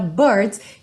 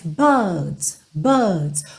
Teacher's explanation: eles não costumam enrolar a língua, e sim alongar um pouco o som dessa vogal anterior · Shown in: second take